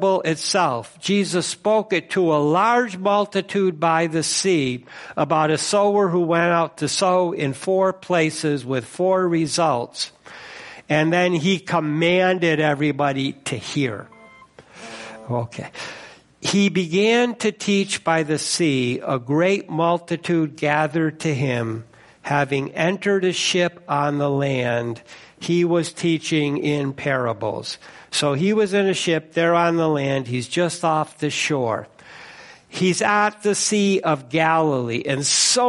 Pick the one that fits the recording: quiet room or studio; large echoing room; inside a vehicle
large echoing room